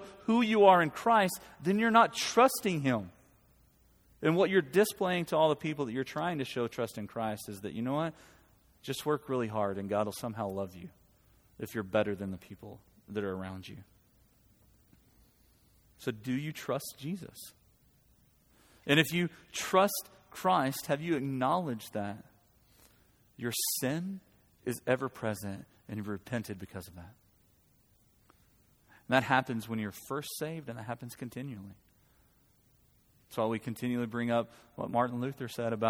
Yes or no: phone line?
no